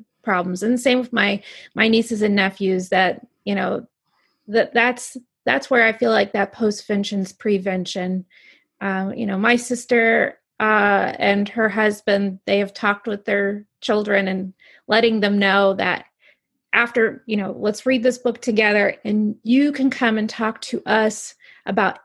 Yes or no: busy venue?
no